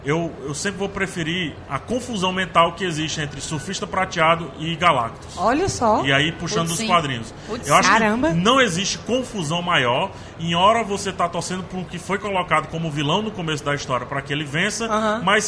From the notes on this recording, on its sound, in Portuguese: Durante a CCXP 2018 nós gravamos um podcast ao vivo no stand da Fini.